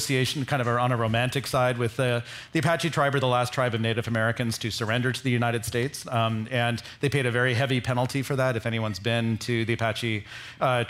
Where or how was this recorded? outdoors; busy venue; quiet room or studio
busy venue